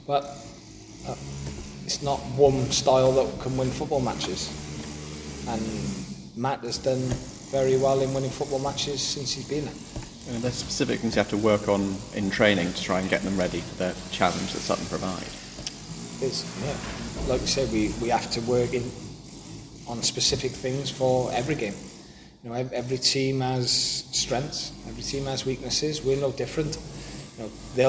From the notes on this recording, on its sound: Apologies for the strimming.